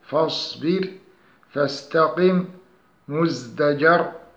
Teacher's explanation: فعند نطقنا للكلمات أعلاه نجد صوتا يخرج من بين الشفتين مع الصاد والزاي والسين، فالصاد أقواها في الصفير لاستعلائه، والزاي ثانيها لجهره، والسين ثالثها لهمسه. ومن اللحون الخفية عدم تحقيق الصفير فيها بحسب مراتبها. · أولا الصفير، الصفير في اللغة حدة التصويت، والصفير في الاصطلاح صوت زائد يشبه صوت الطائر يخرج بين الشفتين عند النطق بحروفه الثلاثة، وهي الصاد والزاي والسين، فصفير الصاد يشبه صوت الأوز، وصفير الزاي يشبه صوت النحل، وصفير السين يشبه صوت الجراد.